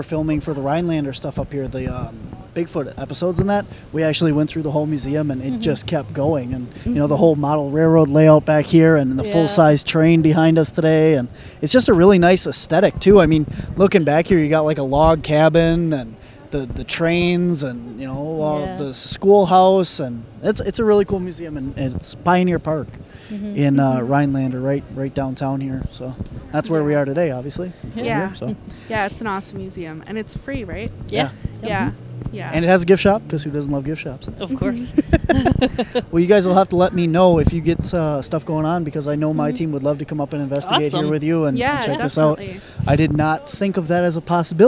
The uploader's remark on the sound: Today's show was recorded at the Hodag Heritage Days Festival in Rhinelander Wisconsin, Home of the Hodag!